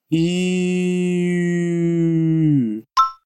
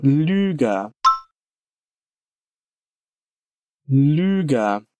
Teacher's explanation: Para fazer o som de U, você vai usar da mesma dinâmica que usamos para o som de Ö, mas em vez de ser um E fazendo o biquinho, vai ser um I fazendo o biquinho · Term: som do U umlaut